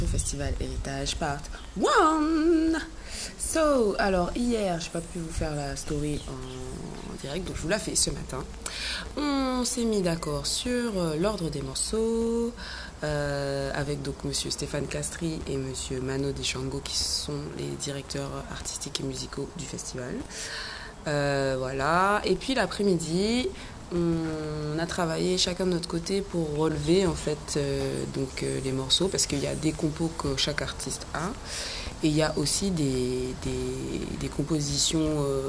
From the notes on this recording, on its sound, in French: En immersion au festival Eritaj. Dans les coulisses, sur la scène, à la rencontre des organisateur.ices, de musicien.ne.s et d’autres invité.e.s.